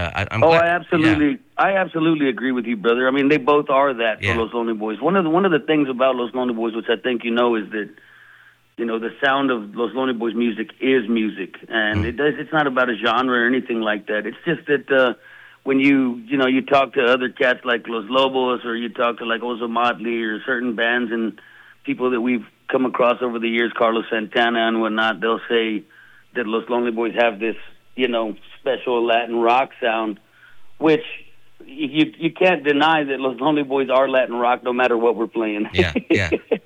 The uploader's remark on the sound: chats on the phone